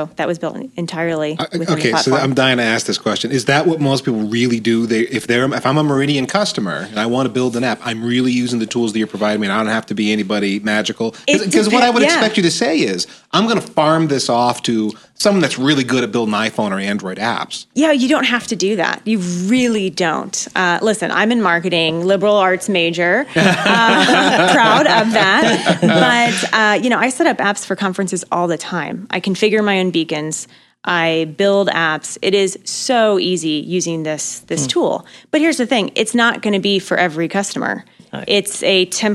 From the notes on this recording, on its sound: at the Atmosphere 2016 conference